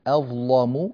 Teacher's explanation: كلمة أظلم هذه اللام مغلظة مفخمة، فلا بد من مراعاة ذلك.